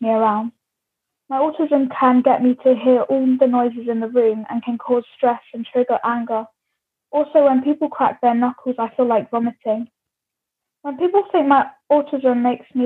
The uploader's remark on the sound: Each week during our sessions (held via Zoom) we revisit work from previous projects and create new work exploring themes close to our hearts.